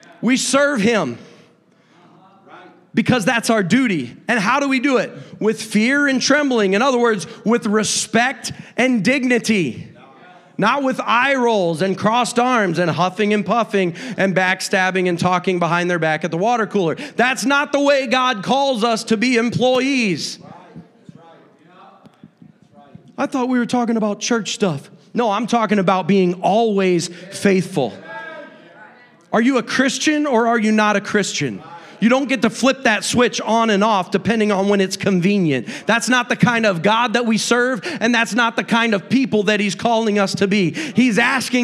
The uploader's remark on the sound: a service recording from Connect Point UPC